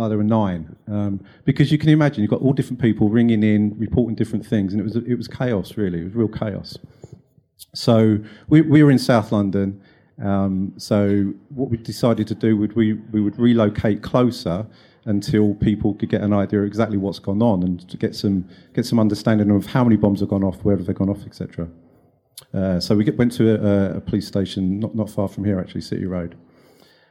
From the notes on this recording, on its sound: In this gripping episode recorded live at CrimeCon UK in London.